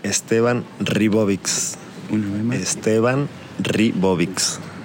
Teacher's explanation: It's a ri. So it's just the rolling of the R.